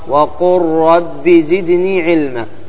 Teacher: اللام تضغم في الراء · Term: إضغام